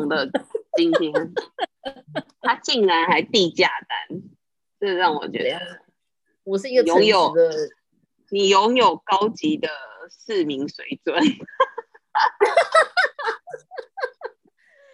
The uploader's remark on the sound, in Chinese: 因為我們要厲行居家隔離，所以錄音工作改成遠距錄音。第一次操作還有很大的改進空間。